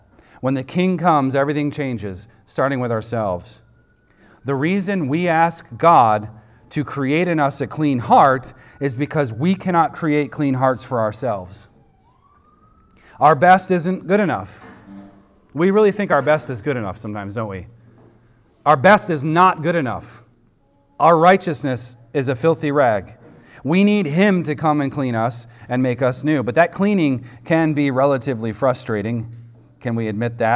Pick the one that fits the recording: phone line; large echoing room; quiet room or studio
large echoing room